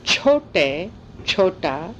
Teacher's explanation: that T is retroflex, unaspirated. Get your tongue back there if you can.